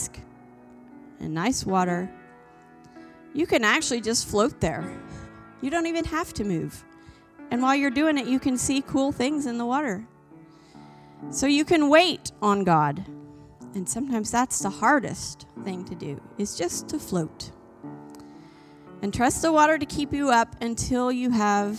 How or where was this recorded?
large echoing room